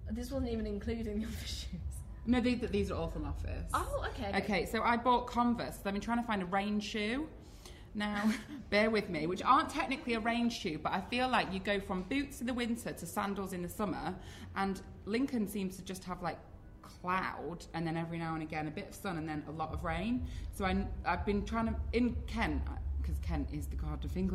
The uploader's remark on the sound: At the Free People pop-up shop in Shoreditch. We recorded in front of an audience, so this is our first ever live episode recording.